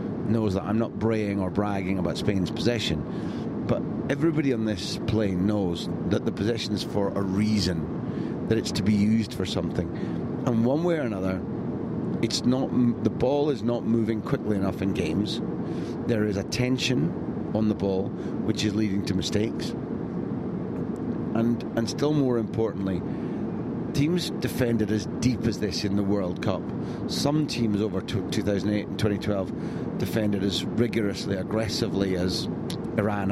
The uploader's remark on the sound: Here's another 3am diary - this time recorded from the plane from Kaliningrad to Krasnodar.